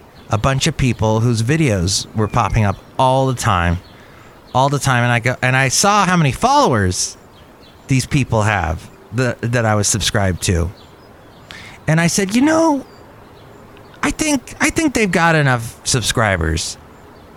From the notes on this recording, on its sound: Podcasts live from Cafe Anyway.